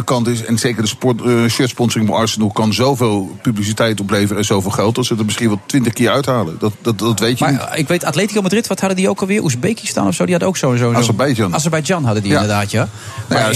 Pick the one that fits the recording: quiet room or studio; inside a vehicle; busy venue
busy venue